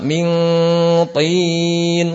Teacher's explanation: karena to ini memiliki sifat i'tibaq, jadi harus tebal terus-menerus